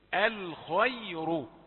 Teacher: الياء الموجودة بين المفخمين ليست مفخمة، فلا تشملها بالتفخيم